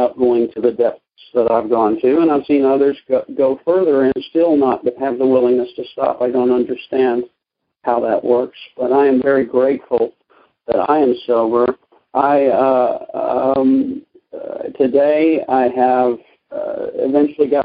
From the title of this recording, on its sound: Monday Noon Phone Speakers Series